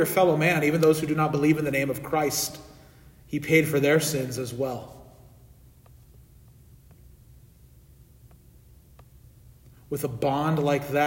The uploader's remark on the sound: This sermon audio was recorded at the Midweek Divine Service on Wednesday, September 20, 2023.